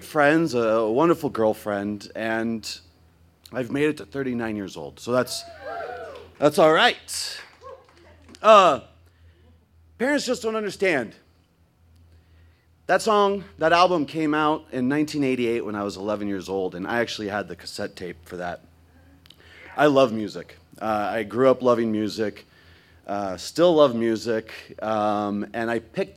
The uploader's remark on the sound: This story was recorded live on 21 December 2016 at Buntport Theater in Denver, Colorado